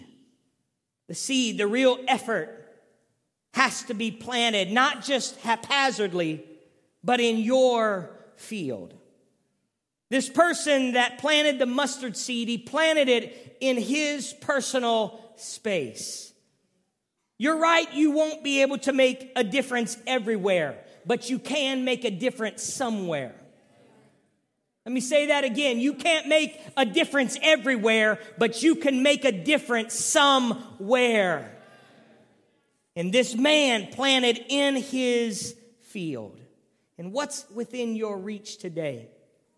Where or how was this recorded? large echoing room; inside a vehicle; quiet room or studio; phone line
large echoing room